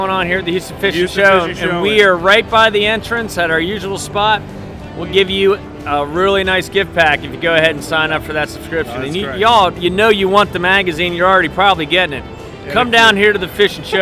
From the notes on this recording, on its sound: This is a short podcast live on location highlighting the 43rd Annual Houston Fishing Show at the George R. Brown (GRB) Convention Center in Houston, Texas.